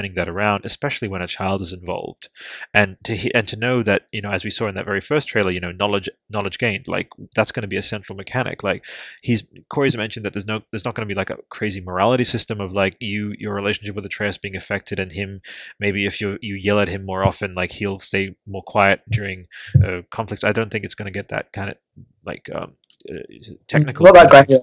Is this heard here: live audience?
no